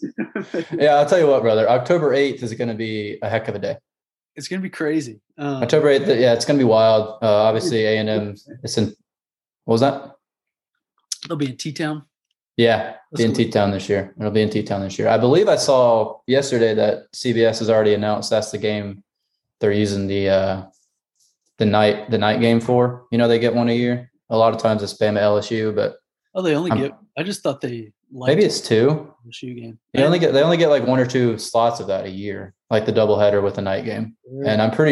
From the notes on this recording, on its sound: We have taken our talents to Zoom just with everything going on.